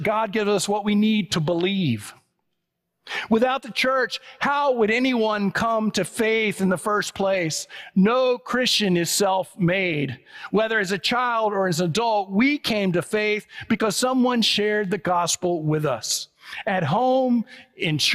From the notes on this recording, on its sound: It was preached on October 22, 2023 at First Presbyterian Church of Allentown.